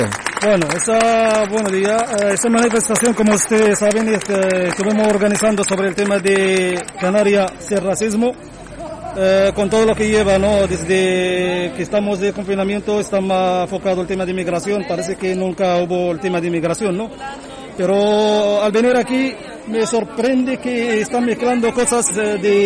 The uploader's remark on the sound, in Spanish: Estuvimos en directo desde El Puente de las Bolas en la capital de Arrecife apoyando la concentración contra el racismo en Lanzarote convocada por el grupo Antifacista de Canarias.